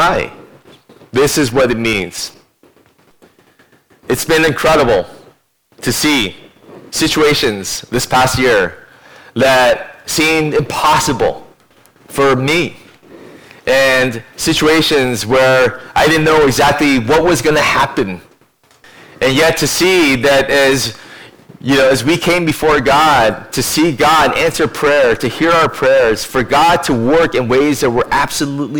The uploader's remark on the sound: (Audio quality on this recording is below average)